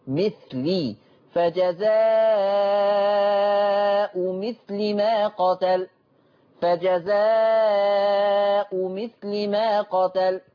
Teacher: الآية 95، فجزاء مثل، حفص قرأ بتنوين الهمزة فجزاء، الهمزة منونة بالضم، وقرأ بضم اللام مثل، فجزاء مثل، خلاص، فتقرأ فجزاء مثل ما قتل، بينما ورش عن نافع قرأ بهمزة مضمومة بس دون تنوين، ما فيش تنوين، فجزاء وكسر اللام مثلي، فجزاء مثل ما قتل، فجزاء مثل ما قتل.